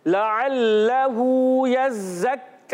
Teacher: جب زا کی ادائیگی ہوتی ہے تو اس میں سیٹی ہوتی ہے جی اس کو سیٹی کے ساتھ اور کاف کو باریک رکھنا